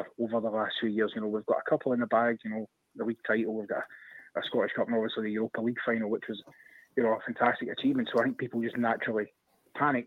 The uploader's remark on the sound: Rangers Rabble Phone